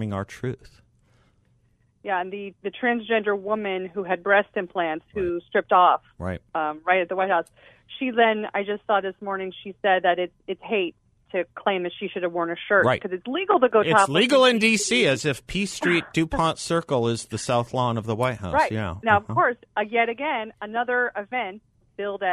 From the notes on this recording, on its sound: By phone.